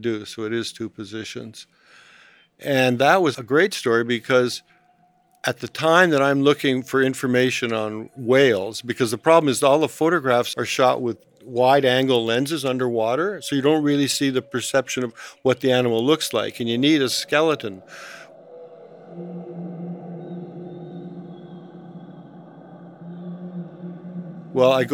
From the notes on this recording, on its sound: We settle down to chat outside. At a sheltered table with a spectacular view of the sea, from Pisa to La Spezia, and the never ending horizon. An exterior storage space against a yellow wall reveals shelves laden with maquettes and sculptures in various stages of completion. His house near Pietrasanta.